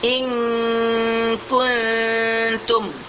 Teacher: Yang didengungkan hanya di dalam nun, bukan di dalam kaf. · Term: ikhfa